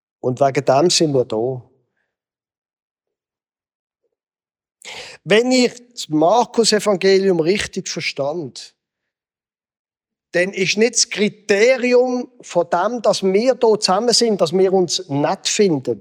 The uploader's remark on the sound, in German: Gottesdienst am Generationen-Wochenende im Begegnungszentrum Rüdlingen